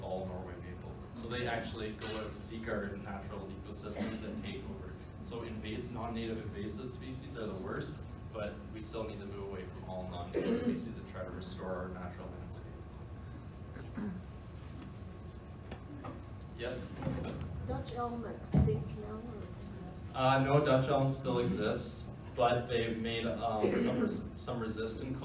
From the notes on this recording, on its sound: A keynote I gave on March 20, 2019.